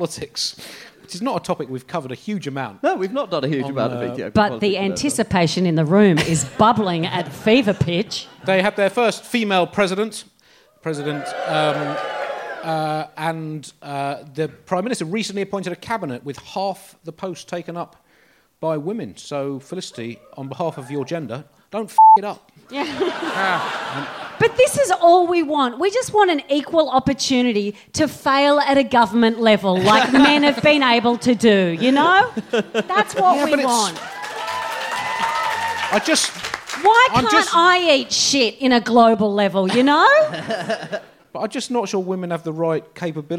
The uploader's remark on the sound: a pretty spectacular live Bugle